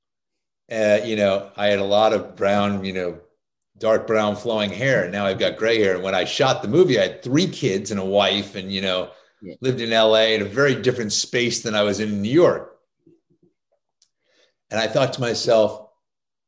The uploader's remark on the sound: in a spoiler-filled virtual Q&A